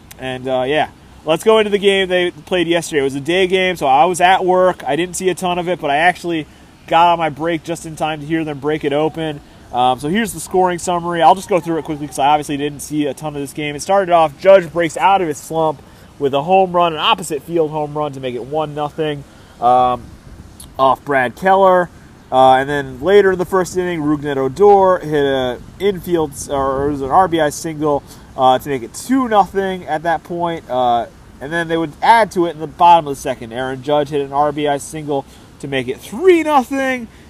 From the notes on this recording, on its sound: live from Pike and Rose in Rockville, MD